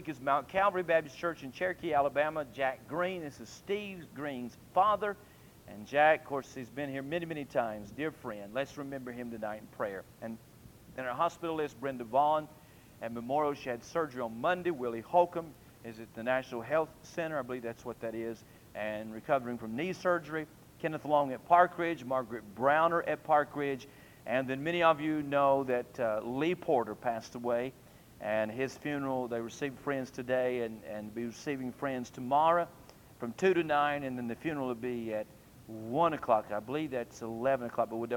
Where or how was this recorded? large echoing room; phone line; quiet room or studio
large echoing room